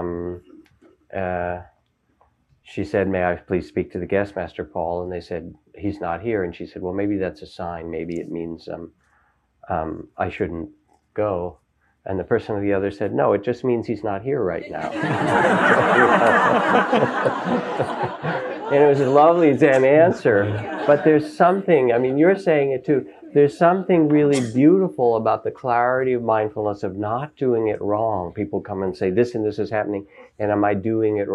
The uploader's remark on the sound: is joined on stage